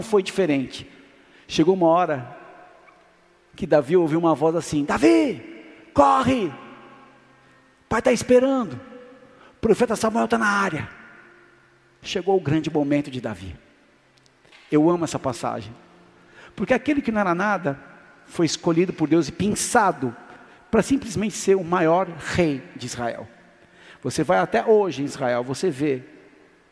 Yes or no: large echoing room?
yes